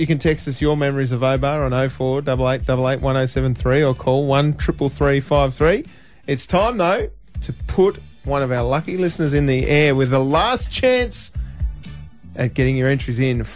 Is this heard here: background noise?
no